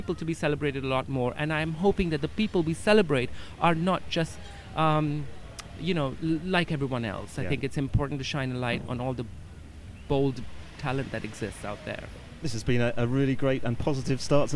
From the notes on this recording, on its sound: The second of our series of shows being produced at Cannes Lions International Festival of Creativity 2017